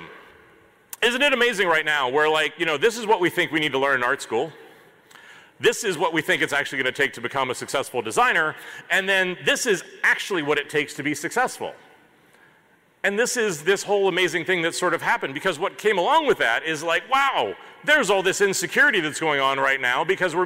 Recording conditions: live audience